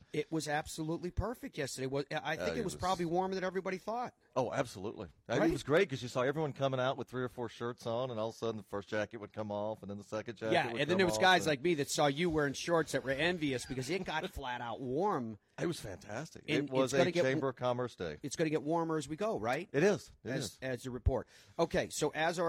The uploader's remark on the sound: Broadcasts live from Sea Island at the RSM Classic.